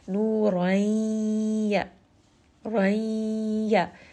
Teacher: I am merging that noon sound and bringing it up into the nose, nasalizing it a lot because it does have ghunna. This is going to be idgham with ghunna.